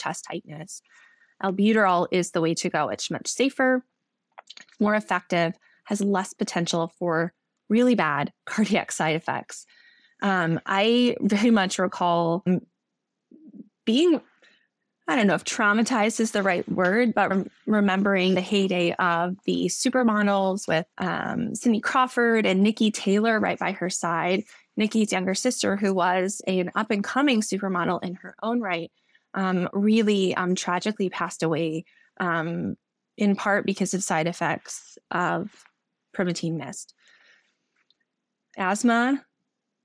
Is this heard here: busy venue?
no